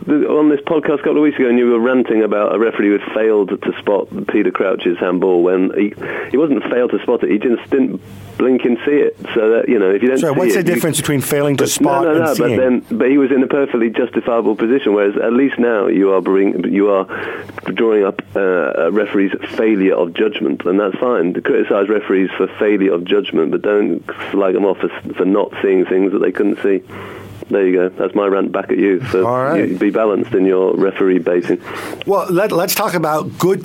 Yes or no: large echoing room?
no